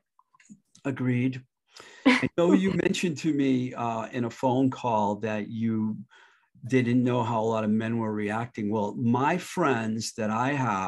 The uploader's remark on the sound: Recorded on Zoom